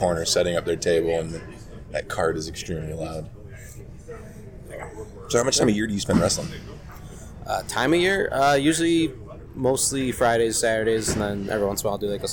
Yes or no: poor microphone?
yes